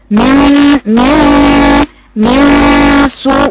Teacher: من من عشان تجيب الغنه، جزء من الجبيه من طرف لسانك بتحطيه عند مخرج النون بالقرب من مخرج النون. طرف لسانك ما بيدخلش مخرج النون مباشره عند الثنايا العليا، لا طرفه بعيد شويه بس مش بعيد بعد كثير